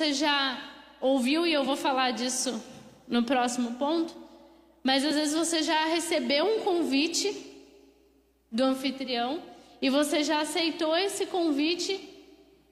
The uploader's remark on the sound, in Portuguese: Mensagem ministrada ao vivo